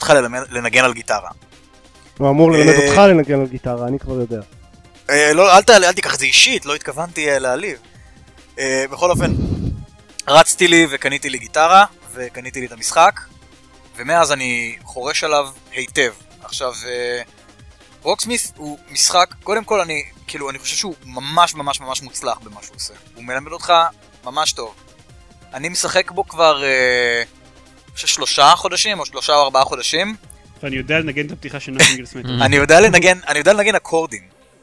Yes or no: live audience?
no